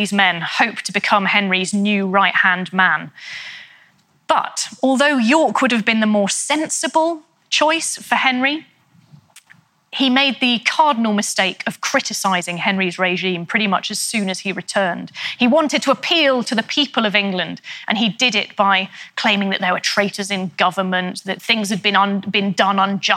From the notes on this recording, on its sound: In a talk she delivered at our 2019 BBC History Magazine History Weekend in Winchester